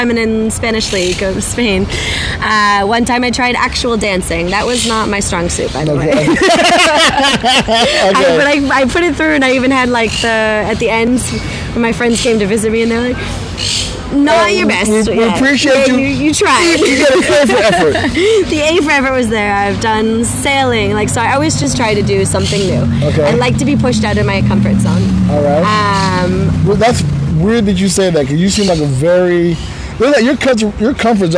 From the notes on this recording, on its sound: Recording from a park bench in Malaga Central